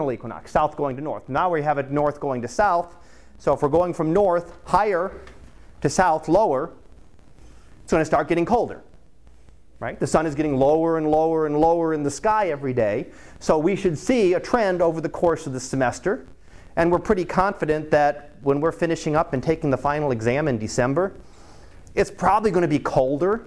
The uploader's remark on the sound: Live Class Lecture